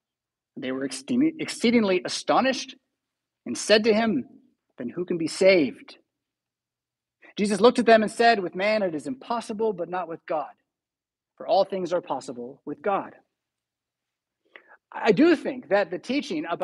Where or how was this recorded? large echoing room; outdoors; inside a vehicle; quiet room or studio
large echoing room